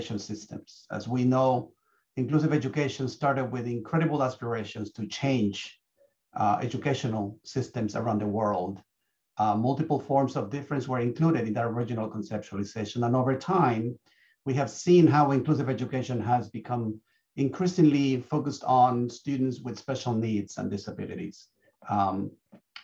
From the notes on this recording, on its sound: A live webinar on May 10, 2021.